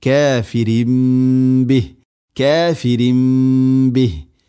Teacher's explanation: തൻവീന് ശേഷം ബ, ഇഖ്ലാബ്, തൻവീനിനെ മീമാക്കി മാറ്റണം, അതാണ് ഇഖ്ലാബ്. മണിച്ചുകൊണ്ട് ഉച്ചരിക്കണം കാഫിരിംബിഹ് കാഫിരിംബിഹ്.